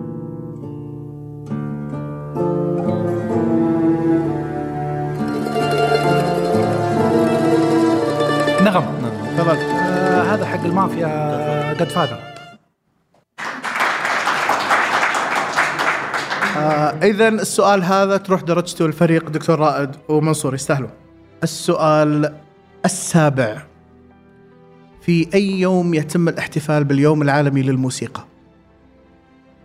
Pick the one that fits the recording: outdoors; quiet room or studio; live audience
live audience